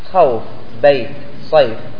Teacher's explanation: ومد اللين هذا الأصل أنه يمد ماذا؟ مقدار حركتين: خوف، بيت، صيف.